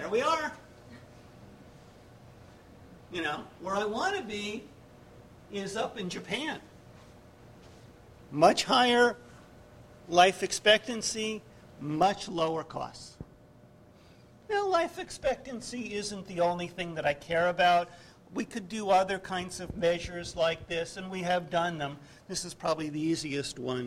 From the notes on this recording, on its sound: GBF 2010 - Opening Dinner/Keynote.